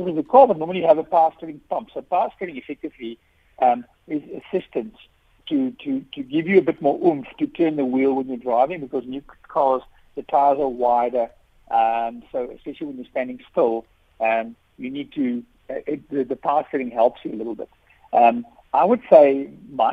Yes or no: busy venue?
no